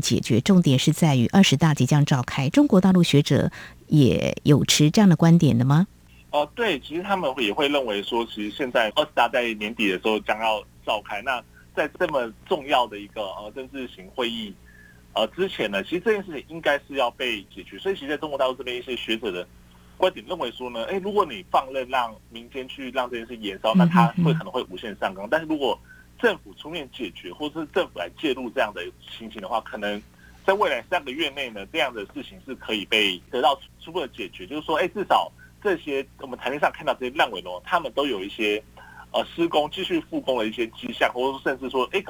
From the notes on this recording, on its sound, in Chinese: 連線訪問中央社駐上海記者